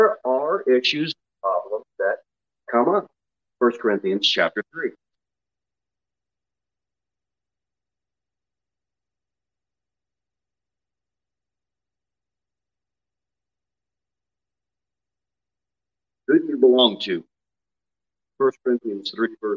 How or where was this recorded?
large echoing room